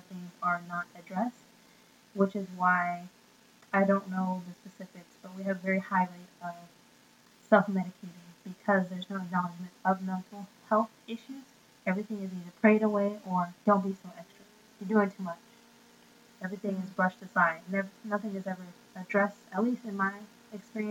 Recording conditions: poor sound quality